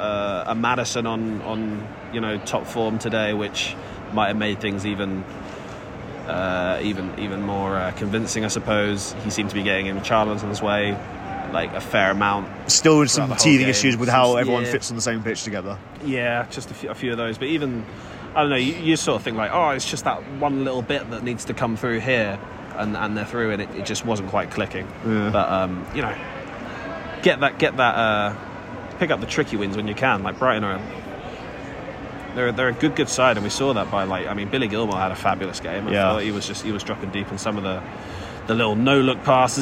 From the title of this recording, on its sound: From the Tottenham Hotspur Stadium